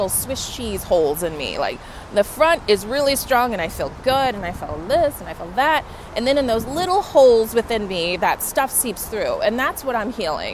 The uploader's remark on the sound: I’m recording in Lower Manhattan along the water front headed to the Douj Street Seaport